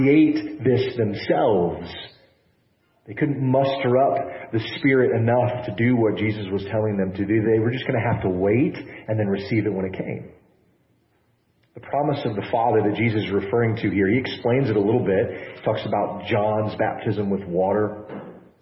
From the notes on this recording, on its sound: apologies for the poor audio quality this session